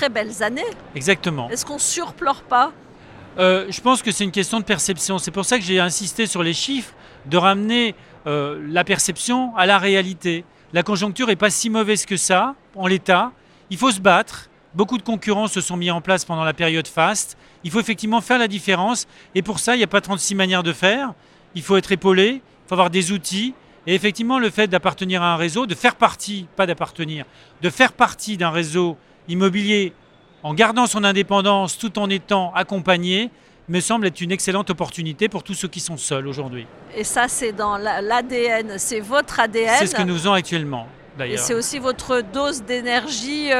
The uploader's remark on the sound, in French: Cet épisode a été enregistré en live du RENT.